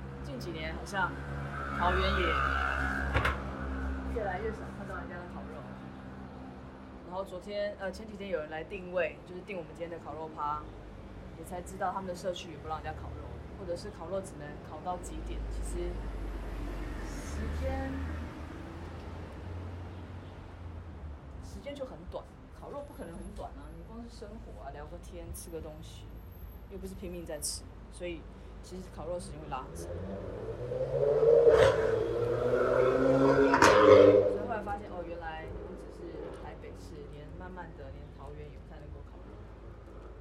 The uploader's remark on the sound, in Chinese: 請原諒我收音不優~遠遠近近